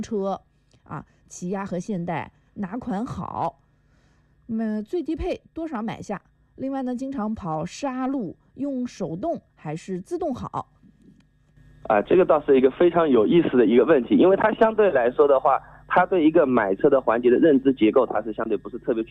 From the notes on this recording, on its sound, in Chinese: 作客金华交通台进行了一次电话连线。杭州去金华的火车票因为春运的缘故没有买上,只有用电话来连线了,音质不太好。